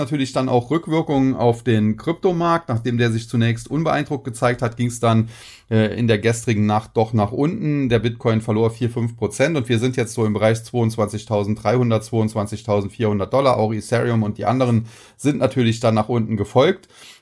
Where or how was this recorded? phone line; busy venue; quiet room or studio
quiet room or studio